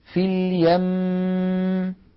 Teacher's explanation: هل تذهب الغنة عند الوقف؟ أبدا، تبقى في الوقف كما كانت في الوصل